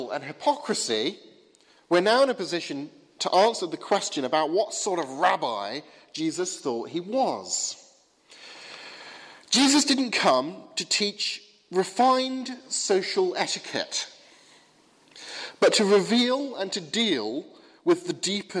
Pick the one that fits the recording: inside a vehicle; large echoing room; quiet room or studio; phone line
large echoing room